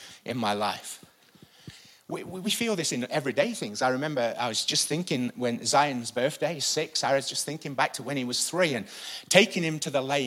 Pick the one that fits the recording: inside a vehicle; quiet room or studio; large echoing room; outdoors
large echoing room